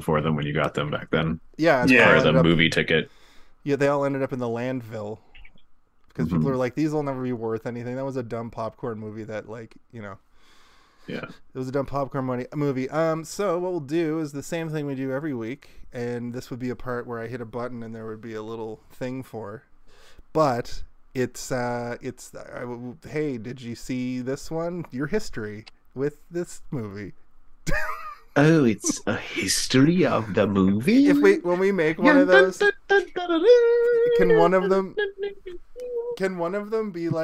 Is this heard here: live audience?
no